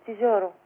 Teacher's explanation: الالف بالرقق هنا، الالف تبع للجيم